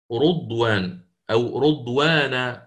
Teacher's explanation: قرأ الإمام شعبة بضم الراء، رضوان أو رضوانا وهكذا، يضم فيها الراء.